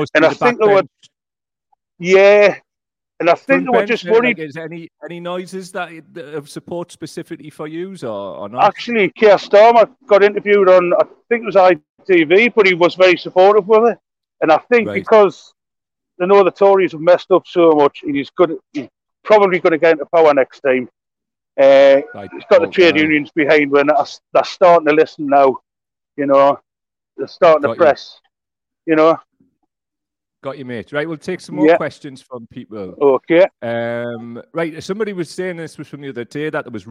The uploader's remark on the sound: live from picket line at Blaydon Delivery Office, Tyne and Wear